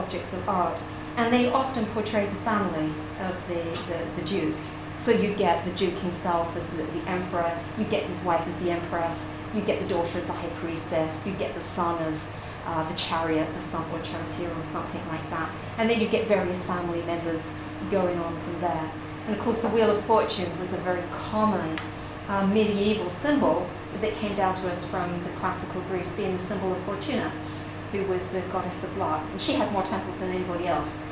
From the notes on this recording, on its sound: This is an excerpt of a recording of a talk “Tarot and the Western Mystery Tradition” at the Faversham Speakers Moot. At The Limes Pub in Faversham.